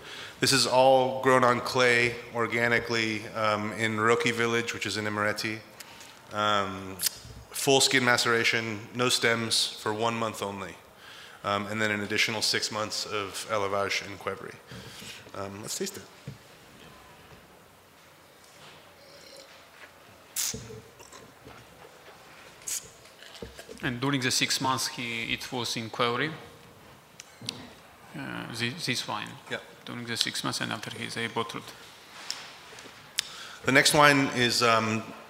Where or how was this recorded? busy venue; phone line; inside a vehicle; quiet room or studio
busy venue